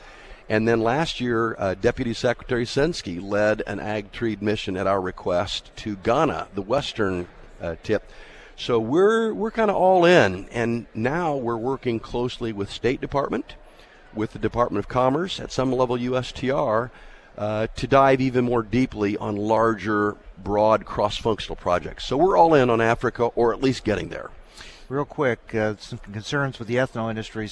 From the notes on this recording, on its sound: From the National Ethanol Conference in Houston.